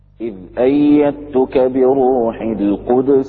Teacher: يقرأها بإسكان الدال، بإسكان دال القدس. وبقية القراء القدس، القدس بضم.